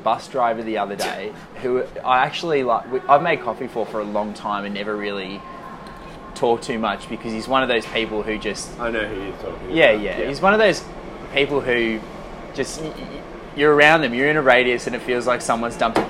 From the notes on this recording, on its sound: LIVE FROM CHATSWOOD STATION. We recorded this episode after a long full day at the cafe in chatty, and figured the excitement of peak hour commuters surging through the station would be an appropriate backdrop for us to share in some mutual 21st-century delirium.